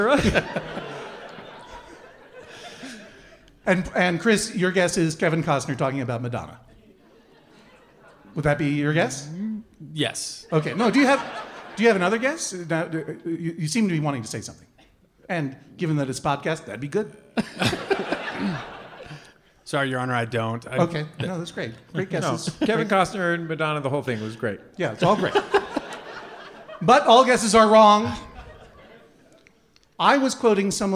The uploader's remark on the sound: This week’s episode was recorded live in front of an audience at the Gothic Theatre in Denver!